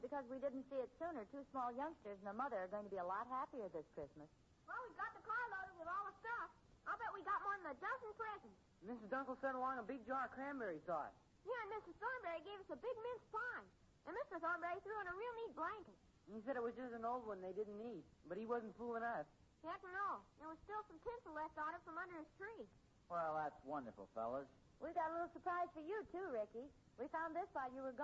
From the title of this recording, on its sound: Very Poor Volume